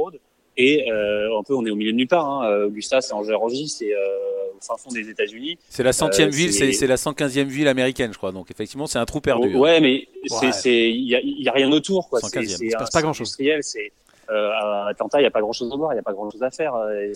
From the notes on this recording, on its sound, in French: Joint par téléphone